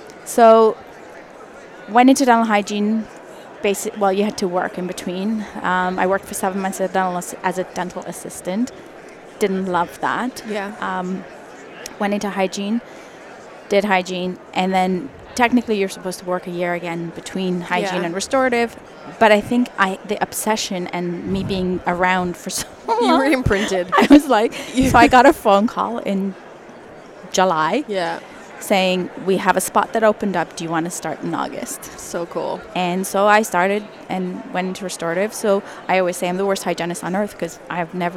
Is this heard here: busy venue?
yes